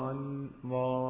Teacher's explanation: لام ساكنة مدغمة في لام مكسورة، فالألف يمدها واللام يمدها، يمدها لأنها هي لامين وليست لام واحدة.